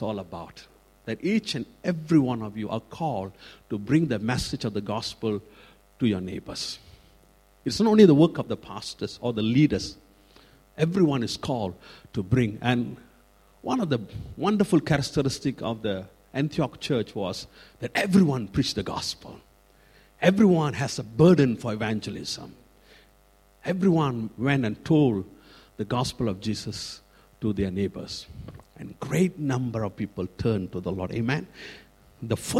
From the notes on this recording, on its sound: Recorded at freedomcentre church, Preston